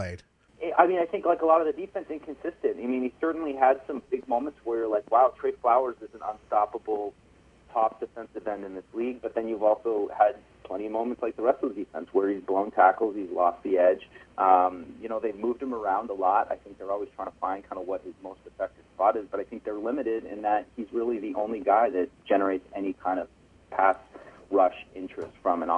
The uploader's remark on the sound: joined on the phone